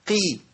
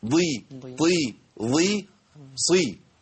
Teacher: محتاجين الى بيان قوه الاطباق اللي موجود في الاربع حروف · Shown in: second take